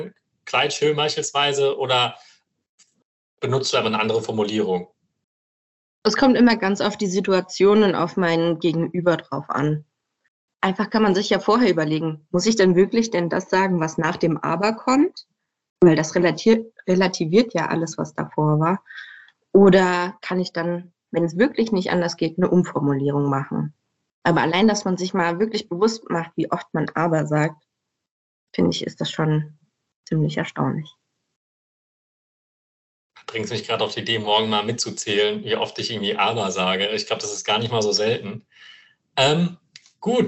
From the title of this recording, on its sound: Live Online Meeting